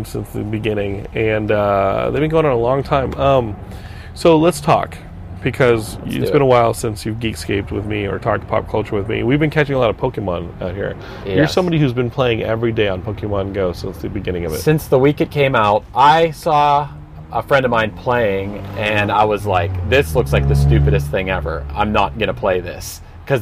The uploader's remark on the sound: Hanging In The Van.